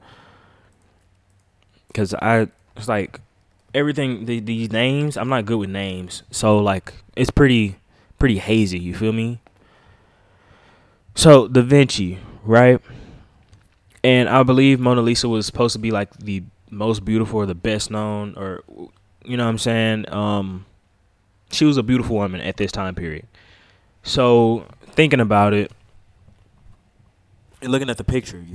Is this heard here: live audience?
no